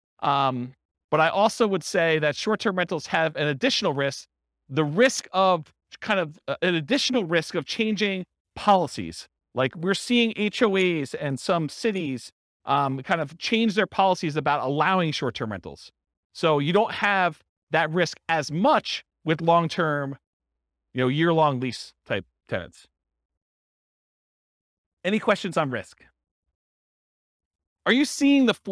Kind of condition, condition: setting, live audience